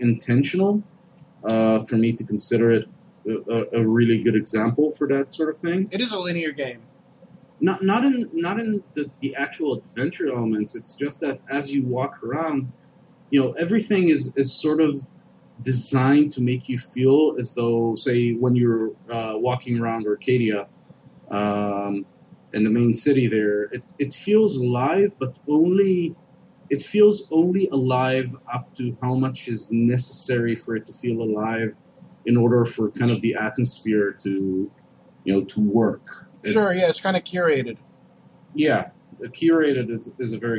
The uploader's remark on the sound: Apologies if the sound quality isn’t up to snuff